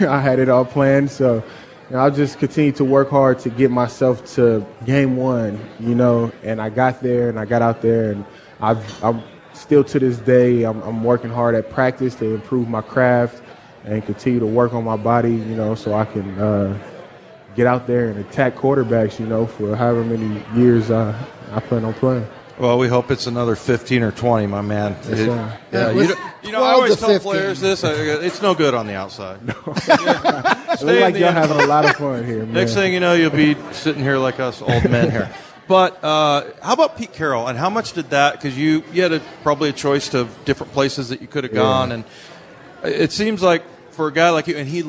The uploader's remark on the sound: live at Pearl Bar and Dining